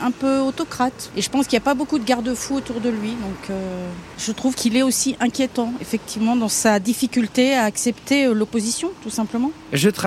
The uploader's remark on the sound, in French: On vous a posé la question dans le micro-trottoir de ZoomZoomZen.